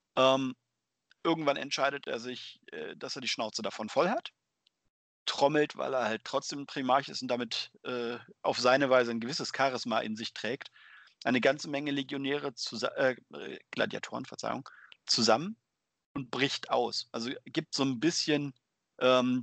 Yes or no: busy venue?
no